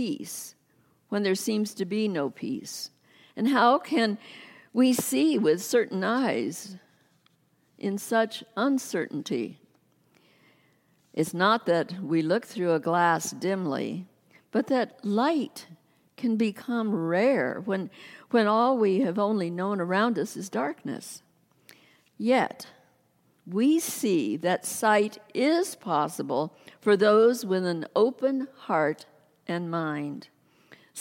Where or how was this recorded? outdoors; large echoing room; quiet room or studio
large echoing room